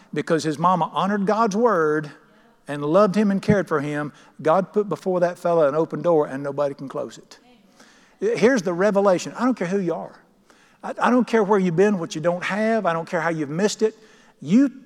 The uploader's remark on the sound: at The Lamb's Chapel, Burlington, NC.